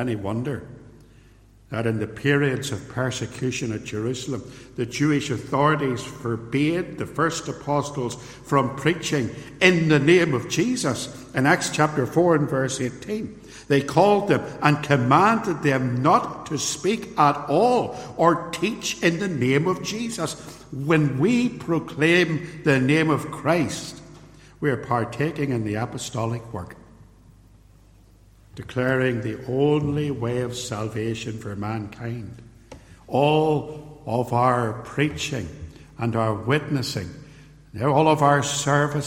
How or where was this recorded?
large echoing room